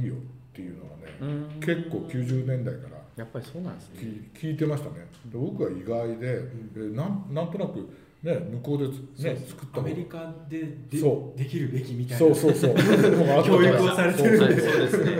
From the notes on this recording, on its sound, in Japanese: 今回は、東日本橋にあるアナトミカ 東京にお邪魔して収録。